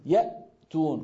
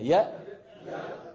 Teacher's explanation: هذه الهمزة الساكنة، كيف تخرج الهمزة الساكنة؟ بانطباق الوترين. الوترين هذان الوتران هما في أقصى الحلق.